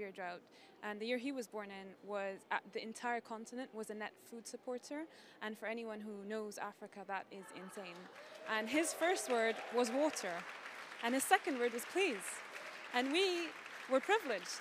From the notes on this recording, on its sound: Earth Day Live From COP26